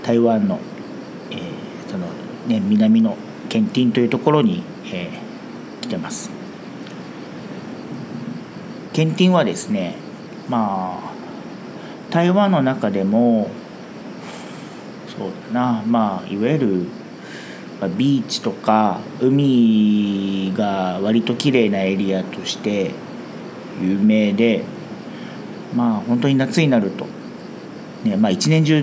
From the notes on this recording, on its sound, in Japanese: 台湾最南部のリゾート地 墾丁に休暇で訪れました。雑音のように聞こえる音は波の音なんです。